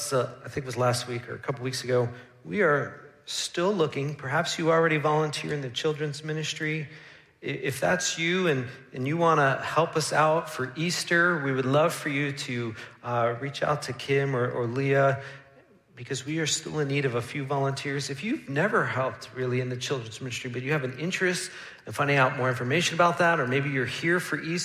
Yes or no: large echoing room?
yes